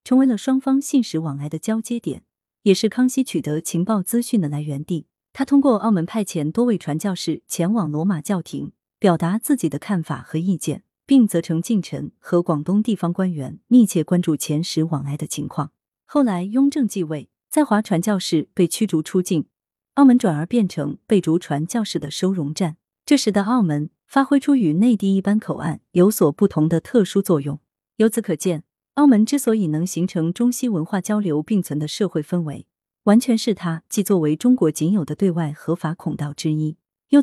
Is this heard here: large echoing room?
no